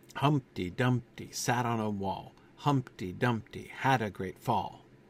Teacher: Humpty Dumpty, which is a very trochaic name. Stressed, unstressed, stressed, unstressed.